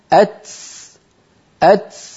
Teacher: هكذا أت أت، إن لم نفعل هذه المرحلة وأن اللسان لا ينزل مباشرة إلى تحت، سوف يؤدي هذا إلى أن نتبع صوت التاء بسين كما نسمع من بعض إخواننا، فيقول الواحد منهم أتس أتس، لأنه بعد أن ينطق التاء ينزل طرف لسانه إلى منطقة السين